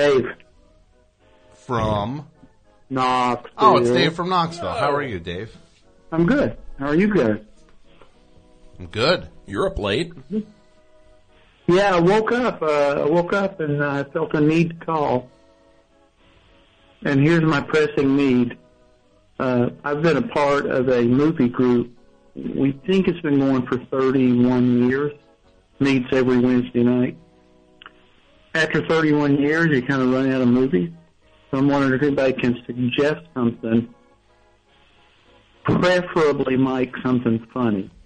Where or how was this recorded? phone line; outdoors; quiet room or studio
phone line